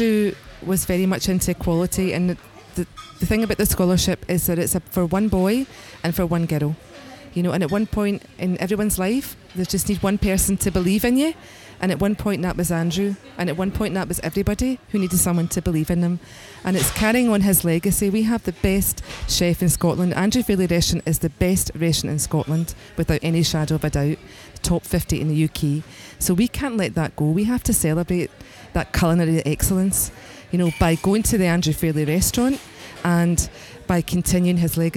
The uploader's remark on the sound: A live recording from a special fundraising dinner at Eusebi's in Glasgow.